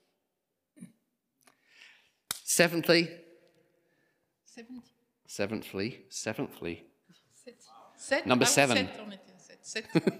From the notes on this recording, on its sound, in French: Enregistré à l'église CVV